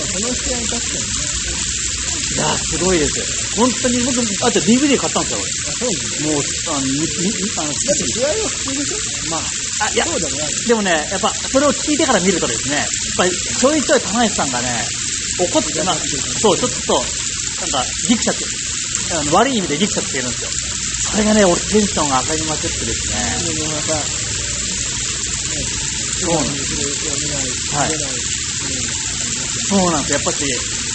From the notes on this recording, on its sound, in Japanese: すみません、雑音あって聞きづらくなっております